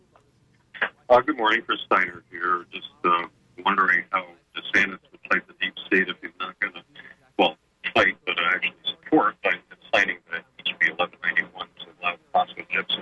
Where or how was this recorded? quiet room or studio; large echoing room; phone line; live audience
phone line